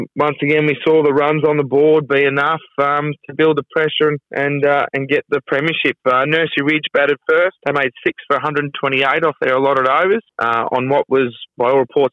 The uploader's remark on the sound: phones in to the Flow Friday Sports Show